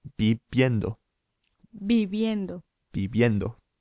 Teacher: It's pronounced, the V is pronounced like a kind of B sound. So, bib, and we add the ending yendo, viviendo. · Yeah, it's quite a funny sound, that, the V sound. It's kind of halfway between our English B and V.